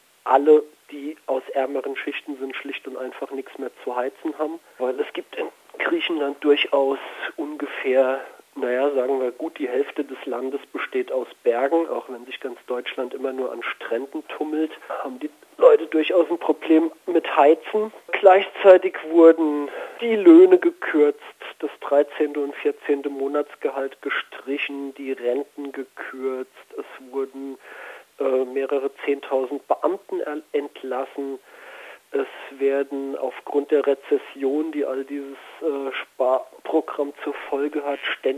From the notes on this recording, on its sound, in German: Telefoninterview.